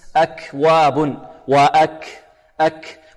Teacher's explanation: كلمة أكواب كلها مرققة، عندنا الكاف فيها همس